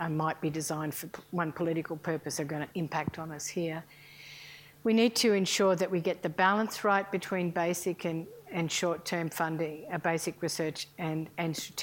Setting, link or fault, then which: setting, large echoing room